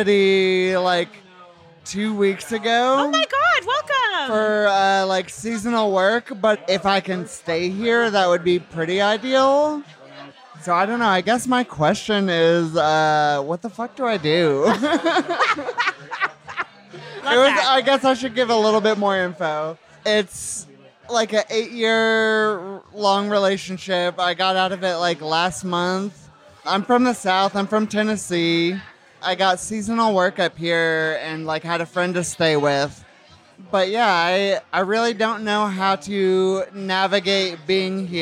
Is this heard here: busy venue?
yes